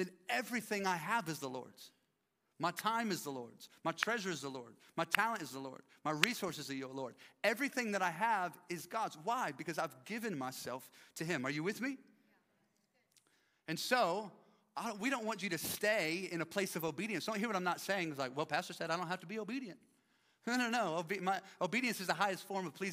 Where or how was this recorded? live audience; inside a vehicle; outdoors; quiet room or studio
live audience